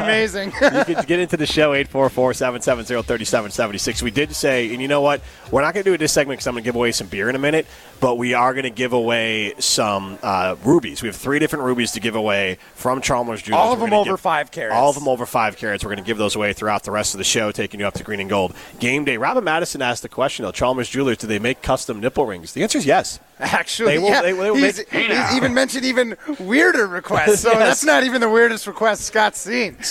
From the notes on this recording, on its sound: broadcast live from Chalmers Jewelers in Middleton